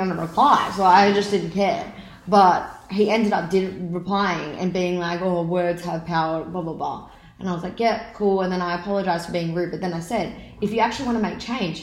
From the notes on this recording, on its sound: it is quite low quality due to using different mic